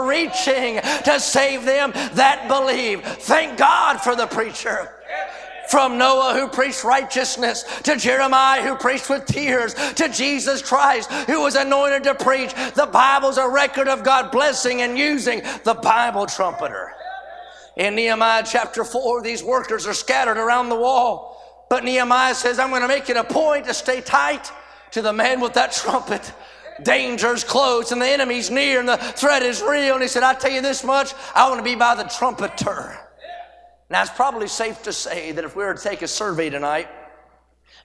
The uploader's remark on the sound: A sermon preached Wednesday Evening during our Spring Jubilee, on March 29, 2023.